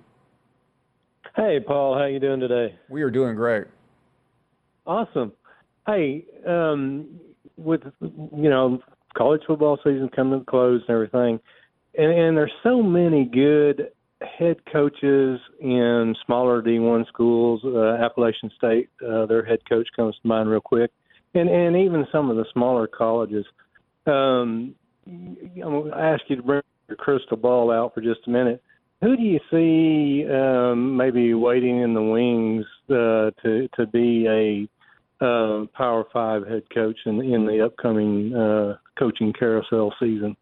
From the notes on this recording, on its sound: take more of your phone calls